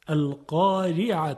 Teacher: خب در این مثال ها القاری، ببینید نمیتونیم بگیم القاره چون خلاف فصاحته. القارعه حرف را باید خیلی ظریف ادا بشه · Term: ترقیق